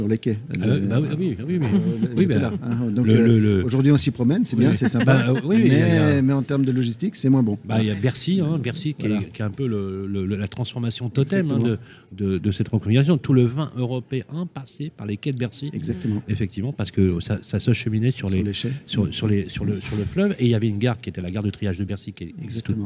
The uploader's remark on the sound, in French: Emission spéciale en direct du SIMI 2022